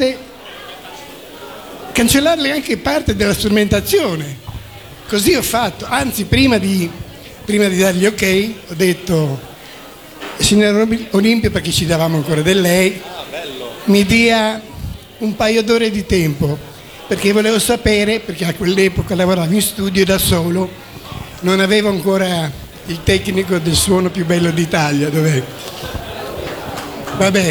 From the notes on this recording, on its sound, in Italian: L’evento irripetibile che si è svolto a Roma. I discorsi e le esibizioni degli artisti saliti sul palco del premio alla memoria di Olimpio Petrossi. Qualcuno ha regalato al caloroso pubblico una piccola esibizione.